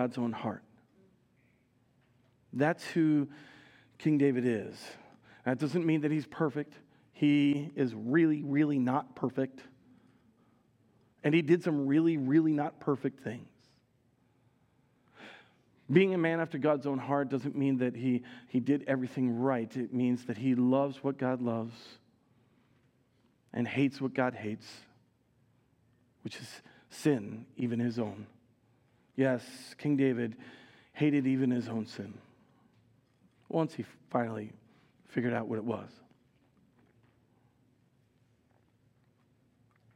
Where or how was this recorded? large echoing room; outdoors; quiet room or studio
large echoing room